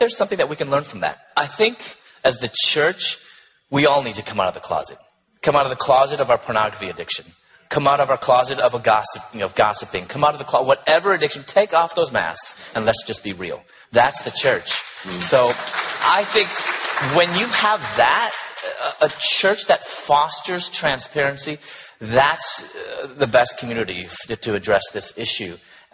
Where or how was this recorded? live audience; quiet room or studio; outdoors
live audience